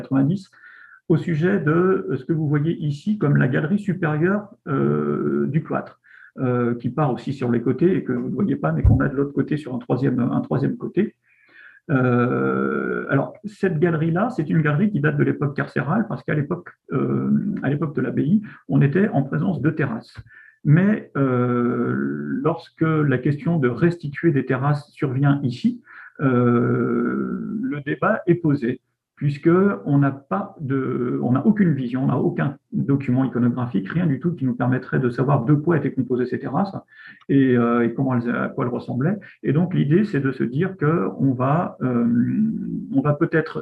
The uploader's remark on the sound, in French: Discussion Enregistré sur Zoom